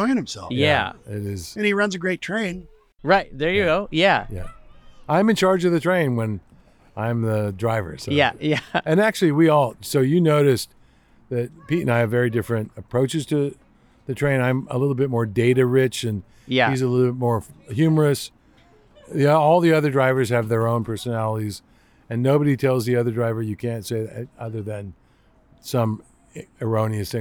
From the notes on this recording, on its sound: The Santa Barbara Zoo, about two hours north of Los Angeles. I returned to the zoo with all my recording equipment and caught them in action.